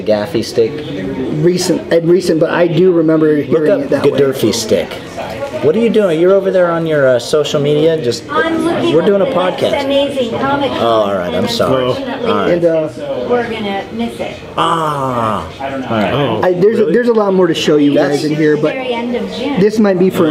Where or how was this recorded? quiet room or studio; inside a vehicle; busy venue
busy venue